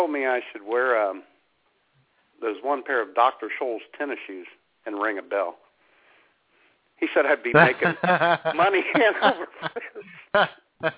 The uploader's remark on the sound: All that, plus your phone calls!